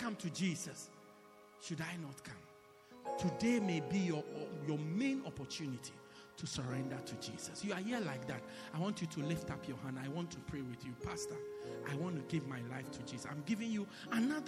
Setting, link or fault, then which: setting, large echoing room